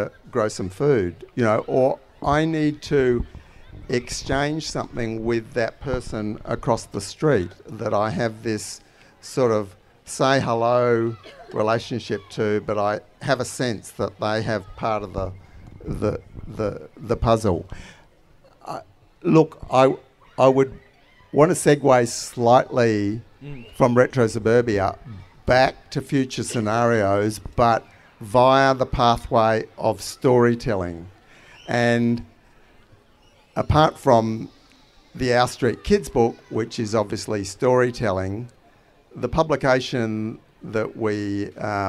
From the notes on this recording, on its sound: This episode is the final live headline conversation from Renew Fest in May